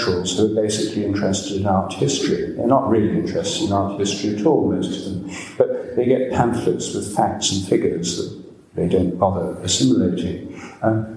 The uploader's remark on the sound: Dartington Great Hall, Devon, January 28, 2015.